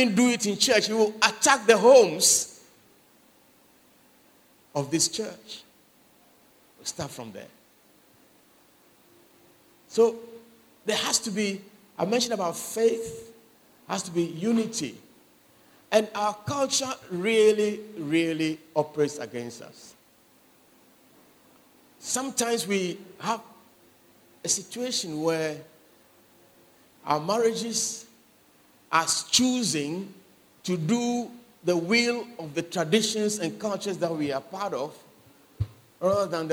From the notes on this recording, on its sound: Sermon preached at CBC Adabraka Campus